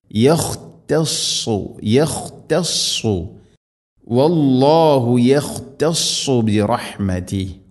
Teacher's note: സ്വാദ് ഹെവി ലെറ്ററാണ്, അഥവാ നാവിൻ്റെ മധ്യഭാഗം അണ്ണാക്കിലേക്ക് ഉയർന്ന് നിൽക്കണം ഉച്ചരിക്കുമ്പോൾ